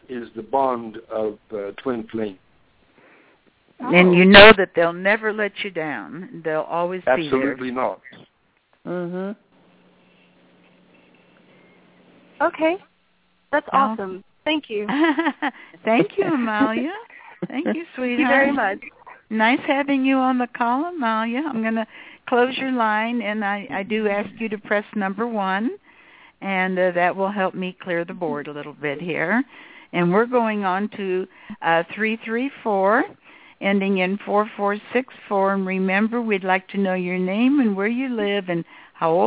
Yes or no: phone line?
yes